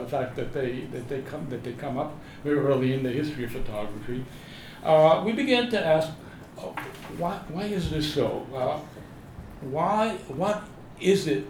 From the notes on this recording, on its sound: A podcast featuring audio from events at Columbia University, and interviews with the speakers and authors.